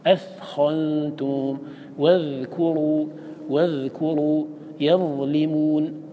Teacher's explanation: هذه الحروف الثلاثة المسمات هي المعجمة الظاء والثاء والذال، مخرجها منه أي من طرف اللسان، ومن أطرافها أي من أطراف عليا الثنايا أو الثنايا عموما العليا والسفلى.